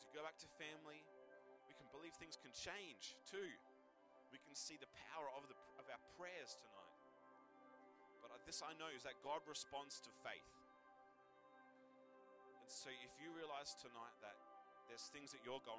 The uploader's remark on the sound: Recorded live at One Youth (One Heart Church, Port Lincoln).